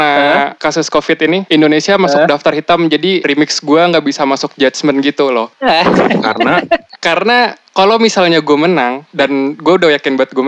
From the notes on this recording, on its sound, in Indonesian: Berhubung harus #dirumahaja, maaf kalau ada perubahan kualitas suara yak.